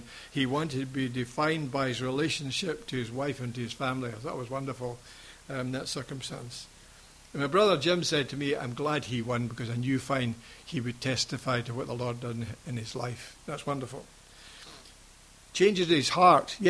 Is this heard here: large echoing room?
yes